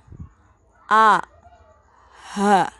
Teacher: Ketika menyebutkan dua huruf ini, A ini berarti hamzah ya. Hamzah dan H ini suaranya itu berada di pangkal. Jadi harus membuka mulut ketika menyebutkan hamzah dan H a h supaya makrotnya sempurna. · Term: aqsal halqi